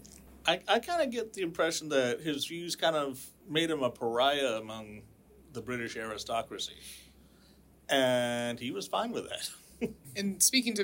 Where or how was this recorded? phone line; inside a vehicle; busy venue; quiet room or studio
busy venue